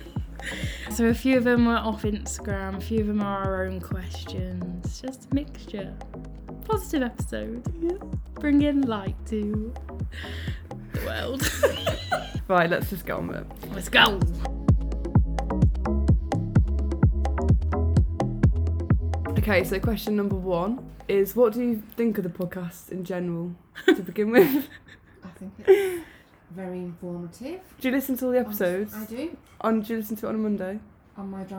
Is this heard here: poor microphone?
yes